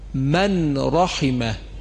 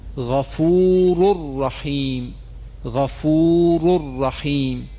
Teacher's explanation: وقتی نون در این دو حرف ادغام میشه، حرف نون حذف میشه و صفت غنه او هم باز حذف میشه · Shown in: second take